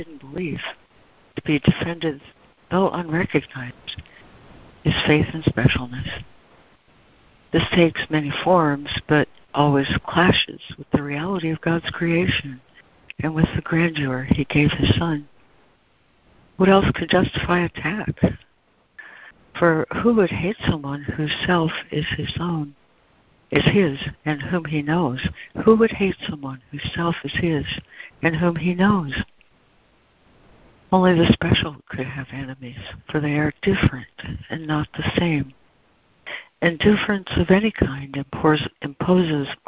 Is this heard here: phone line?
yes